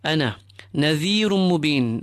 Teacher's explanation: Idgham with ghunna, we assimilate the tanween and the meem, and we apply ghunna to the meem